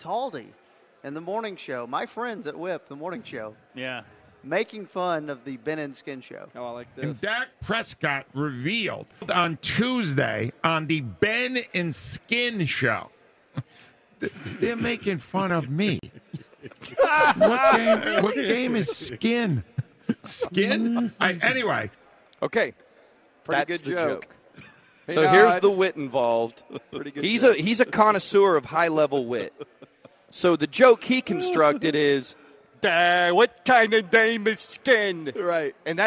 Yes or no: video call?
no